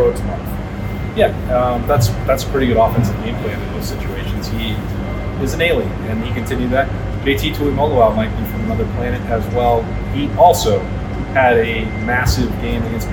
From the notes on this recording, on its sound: We apologize for lower-than-usual quality audio. We were using a different setup than normal because THE Postgame Live Show was using our main equipment and it just didn't go as expected.